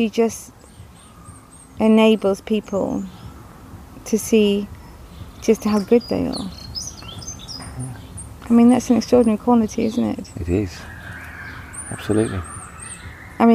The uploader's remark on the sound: Recorded in her garden in Devon.